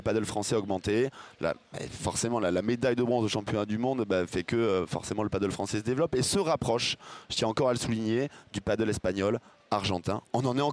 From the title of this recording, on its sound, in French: en direct du Master de Barcelone